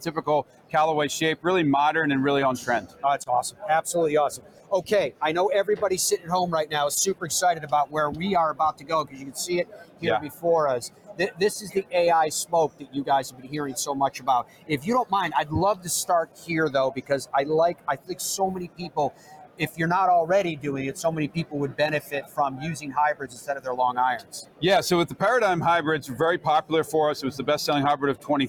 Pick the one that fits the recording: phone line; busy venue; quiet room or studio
busy venue